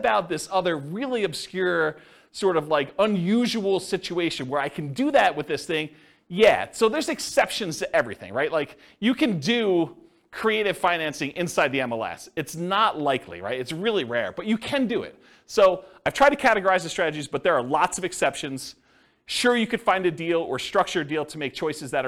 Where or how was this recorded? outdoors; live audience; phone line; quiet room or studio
live audience